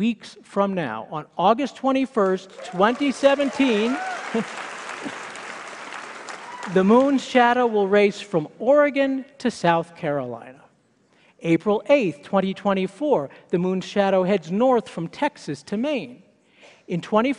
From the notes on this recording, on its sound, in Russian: Это выступление записано на мероприятии TEDx, независимо организованном местным сообществом с использованием формата конференций TED. TedxMileHigh.